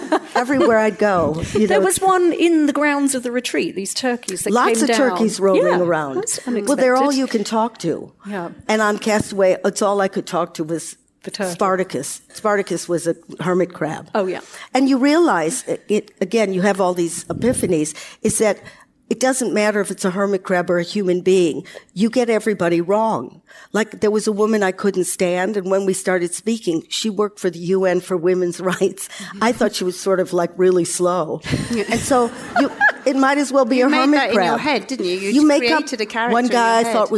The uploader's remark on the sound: Recorded live on stage in London. Behind the scenes at the Postcards From Midlife live show - the first and biggest gathering of midlife women in the UK.